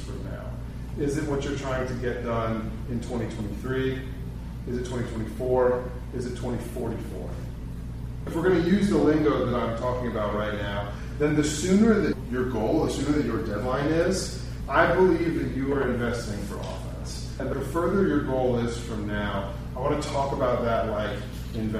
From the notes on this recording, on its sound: This episode is the audio from our July 2023 meetup